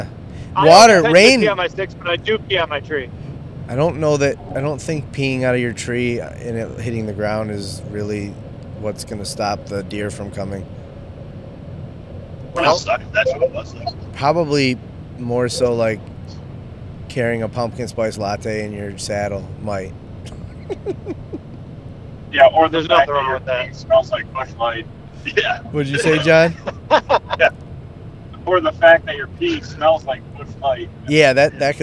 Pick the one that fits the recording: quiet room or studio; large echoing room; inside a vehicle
inside a vehicle